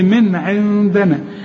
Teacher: النون التانية هي اللي هتغن لان بعدها الدال، والدال من حروف الاخفاء.